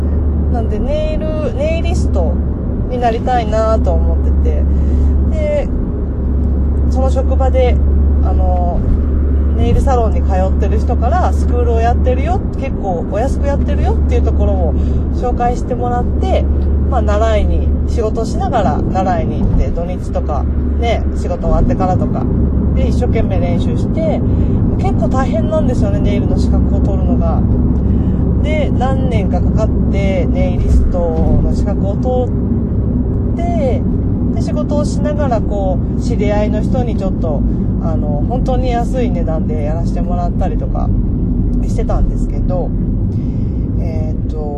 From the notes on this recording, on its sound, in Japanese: 今回は、車の中で録音しました。少し声の感じや後ろの雑音がありますが。